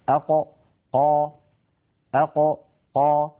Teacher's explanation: أق ينقفل مخرجها انقفالا تاما، فهي حرف مجهور ليست من حروف الهمس، وهي حرف شديد لأنها من حروف أجد قطن بكت أجد قطن. · القاف كما نعلم يا إخوة من أقصى اللسان مع ما يحازيه من الحنك الأعلى. أق ق أق ق هذا مكان حرف القاف من أقصى اللسان مع ما يحازيه من الحنك الأعلى.